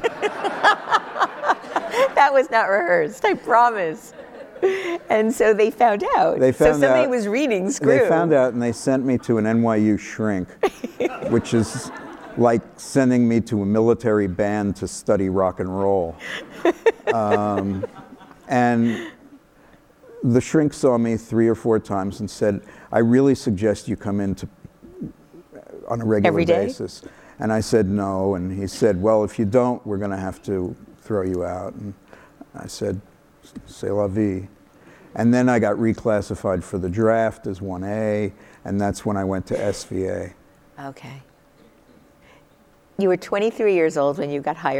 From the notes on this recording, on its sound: live on stage